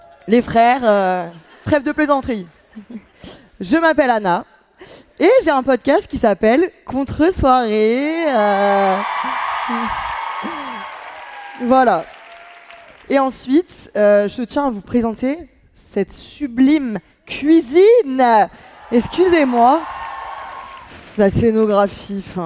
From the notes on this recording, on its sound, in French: On s'est retrouvé à l'Olympia pour faire un enregistrement live devant 2000 personnes. Soyez tolérants avec mes bruits de respirations, de pleurs et mes cris, c'était du direct !!!